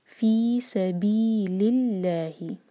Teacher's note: نیکسٹ ہے فی مد تبعی دو حرکہ، فی سبی سین پر وسل جیسا ساؤنڈ، بی دو حرکہ مد تبعی، فی سبیل اللہ.